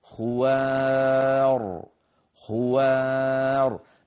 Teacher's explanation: الخاء مفخمة خو، لكن الواو والألف التي بعدها مرققة خوار، ثم نعود فنفخم الراء الساكنة الموقوف عليها هكذا خوار خوار. · انظروا إلى كلمة خوار، الخاء مفخمة خو، لكن الواو والألف التي بعدها مرققة خوار، ثم نعود فنفخم الراء الساكنة الموقوف عليها